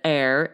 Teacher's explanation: Okay, so that last one he said, heir, H-E-I-R, is really the type of word that breaks pronunciation norms. When you see it, you might want to pronounce that H, right? But you don't. Right. It's silent.